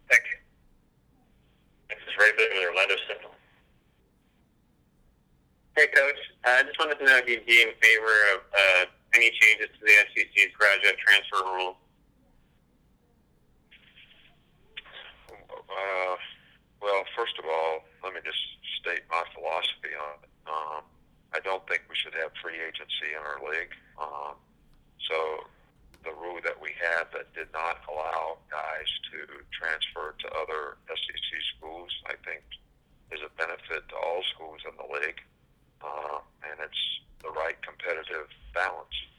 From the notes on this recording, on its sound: SEC Teleconference